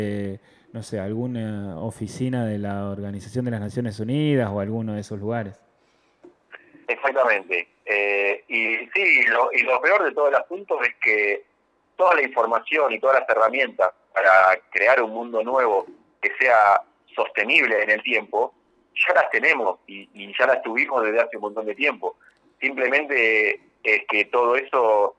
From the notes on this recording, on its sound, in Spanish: Charla Telefonica